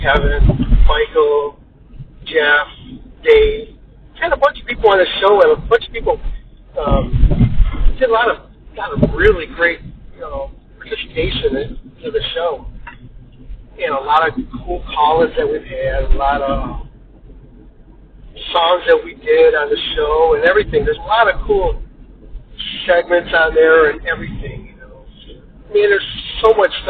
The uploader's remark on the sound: Please excuse the audio in this, it is pure crap! The music is great but his phone recorded audio is just pure crap! Live broadcast of the Maximum Threshold Radio Show.